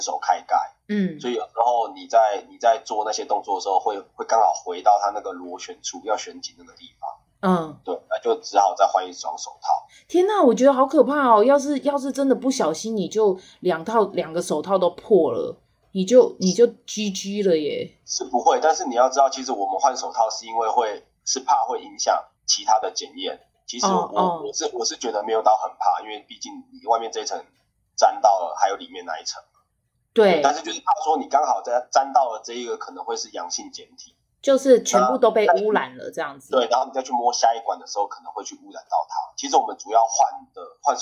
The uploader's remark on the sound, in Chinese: 線上錄音